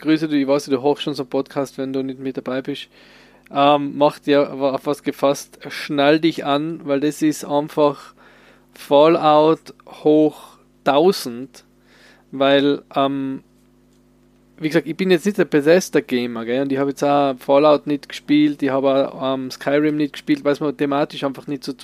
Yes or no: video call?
no